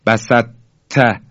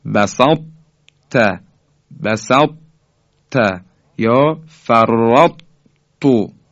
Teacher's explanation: اما باید تلفظ بکنیم بسط تا، بسط تا یا فرط تو، که این در حقیقت ادغام ناقصیه که اثر حرف تای دسته دار که مدغم هست باقی مونده · Shown in: second take